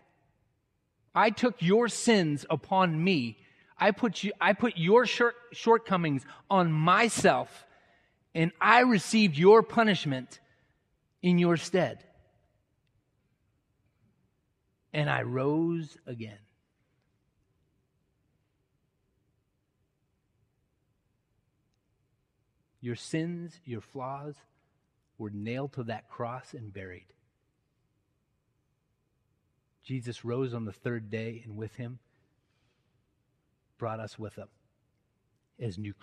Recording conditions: large echoing room